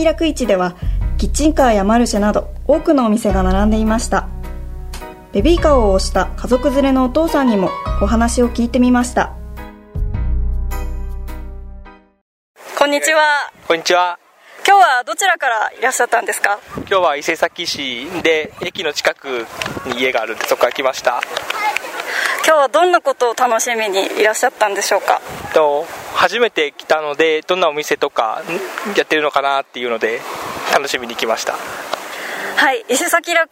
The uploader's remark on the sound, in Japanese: 伊勢崎のまちなかのイベント。いせさき楽市 での模様を、現場の声とともにお届けします。ちびっこたちの楽しそうなかわいい声。